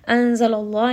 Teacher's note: name of Allah here is heavy because the letter before has فتحة